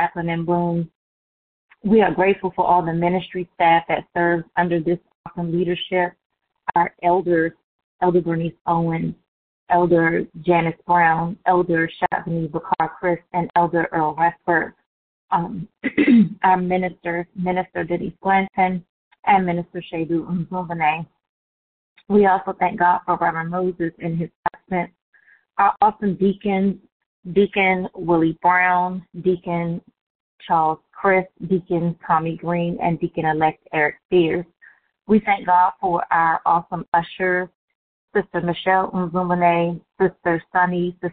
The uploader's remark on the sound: Conference Call